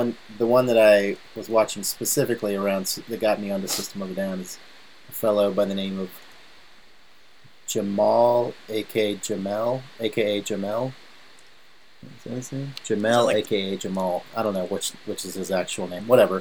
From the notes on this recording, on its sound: Yet again, the first few minutes of the pod have shitty audio.